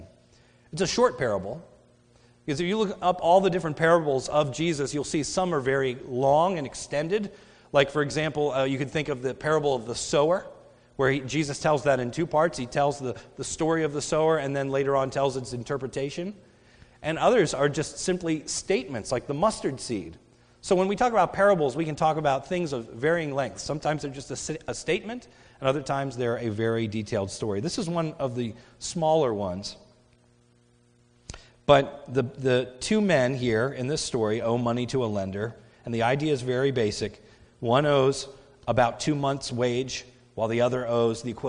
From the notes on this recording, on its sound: sermon recorded at the Lebanon Bible Fellowship Church in Lebanon, PA on 10/29/2017 during the morning service